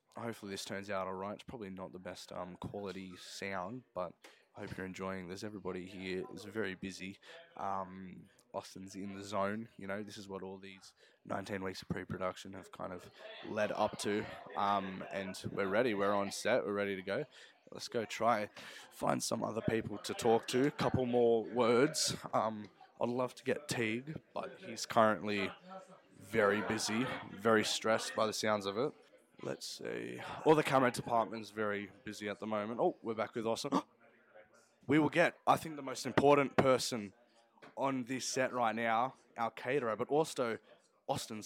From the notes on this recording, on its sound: We are joined live on the set of Stain. Interviewing the cast and crew, before, during and after production!